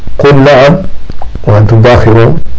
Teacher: اللام هنا والنون متقاربان في المخرج بل بعض العلماء قال إن مخرجها هنا واحد ولكن مع ذلك اللام لا تظهر في النون واللام هنا ساكن